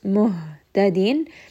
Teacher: Ha is going to have hams. This is going to be closer to the chest.